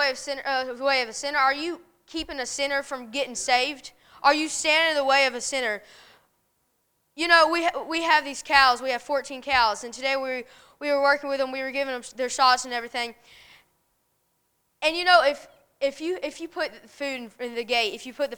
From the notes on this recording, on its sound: A message preached at Crossroads Baptist Church